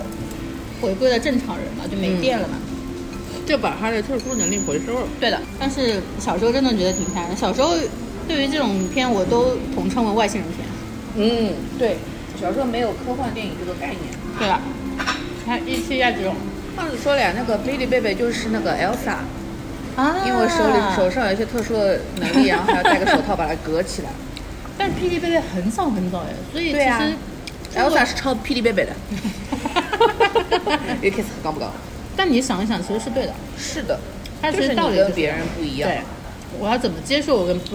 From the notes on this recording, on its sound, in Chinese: 每次录制基本都是在餐厅吃饭，没有条件升级录音设备。本次录制花费：… 大概300来块吧。